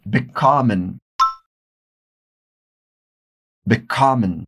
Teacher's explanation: a pronúncia mais forte do verbo não vai ser mais nessa partícula, mas sim na sílaba que vem logo em seguida